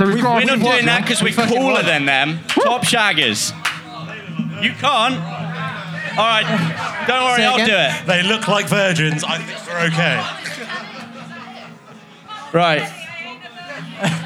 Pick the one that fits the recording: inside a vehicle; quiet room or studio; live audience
live audience